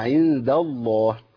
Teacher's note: اللام اسم الجلالة مغلظة أو مفخمة